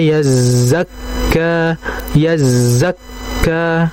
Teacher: jadi za-nya dialirkan, kaf-nya dihentak